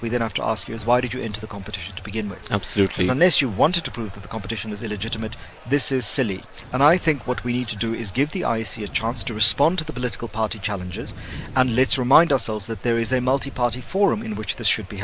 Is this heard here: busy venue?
yes